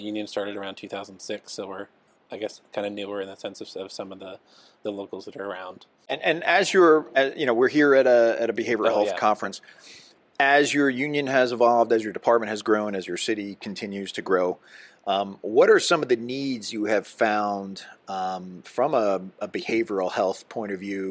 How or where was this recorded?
busy venue